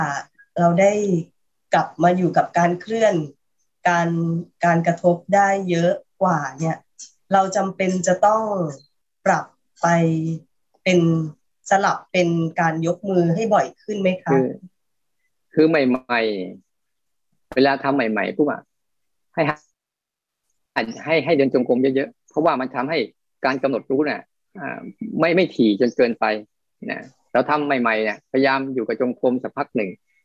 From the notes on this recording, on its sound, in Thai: คอร์สออนไลน์ (ผ่านโปรแกรม Zoom)